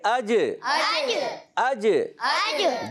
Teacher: جب یہ حرف قلقلہ ساکن ہوتے ہیں تو آواز دوڑ کر آتی ہے، اس میں قلقلہ ہوتا ہے، جنبش ہوتی ہے، حرکت ہوتی ہے